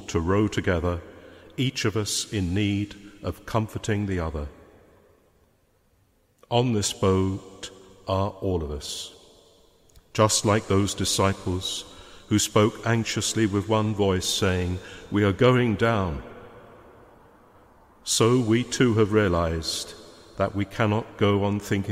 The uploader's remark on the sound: Homily preached at a Mass for the sick, their families, care workers and NHS staff. Speaking in Leeds Cathedral.